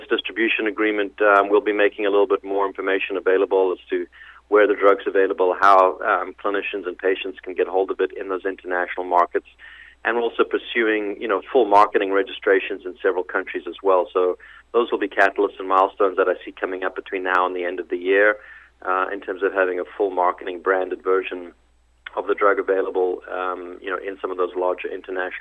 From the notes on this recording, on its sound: called in to SmallCapVoice